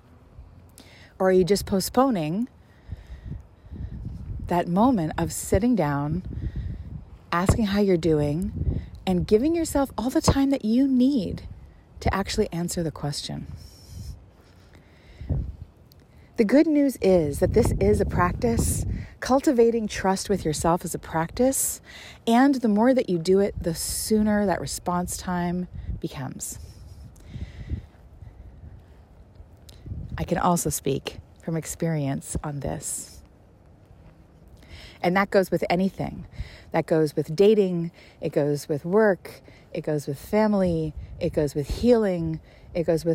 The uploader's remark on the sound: takes us on another windy stroll outdoors